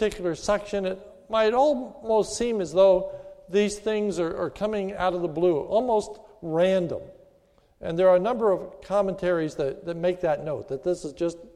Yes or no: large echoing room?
yes